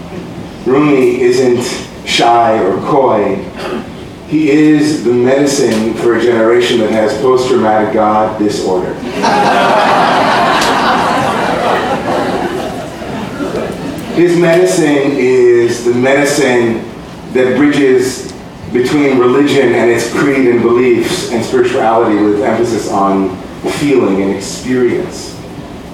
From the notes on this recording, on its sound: Live at ABC Home and Carpet